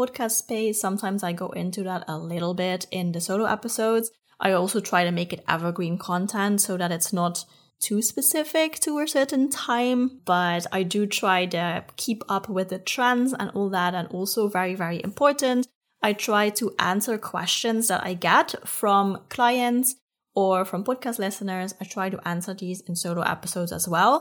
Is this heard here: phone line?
no